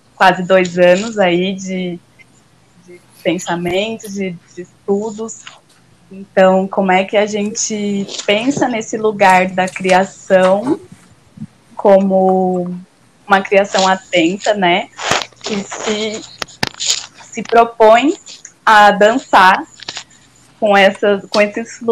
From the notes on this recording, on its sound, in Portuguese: Programa gravado em casa, de maneira remota por conta da pandemia do novo coronavírus.